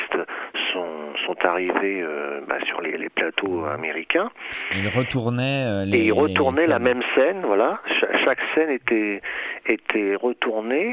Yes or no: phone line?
yes